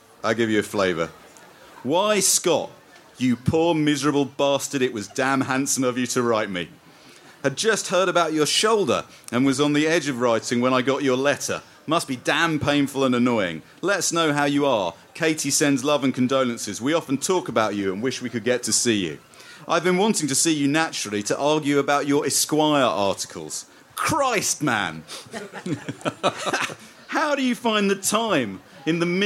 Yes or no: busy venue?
yes